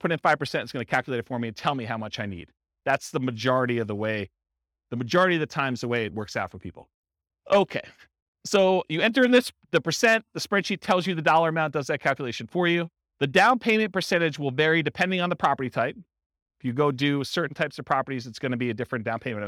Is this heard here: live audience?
yes